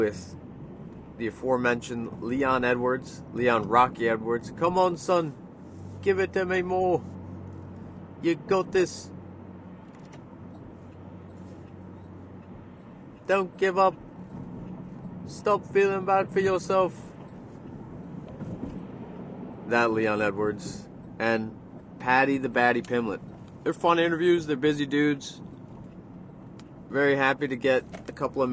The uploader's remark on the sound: from the car